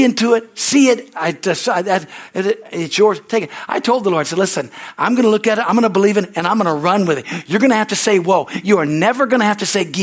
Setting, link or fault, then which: setting, large echoing room